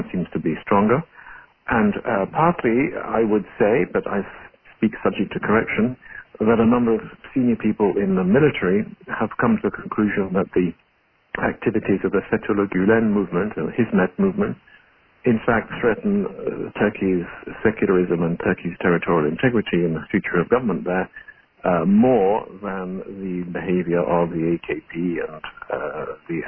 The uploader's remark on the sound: joined in on a Members Conference Call